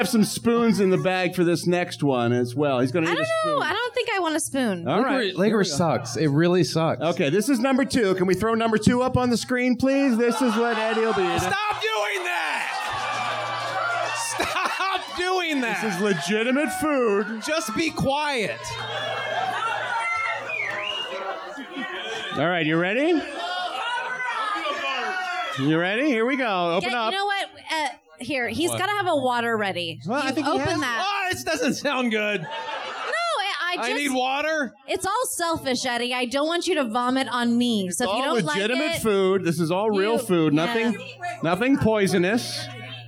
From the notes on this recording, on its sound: It's THE … REPORT LIVE on-stage at the world famous Improv comedy club in Hollywood. Doing the show in front of a sold-out crowd of … members!